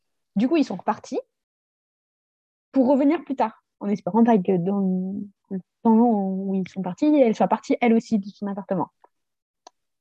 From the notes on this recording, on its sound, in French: La qualité du son n'est pas optimal sur cet épisode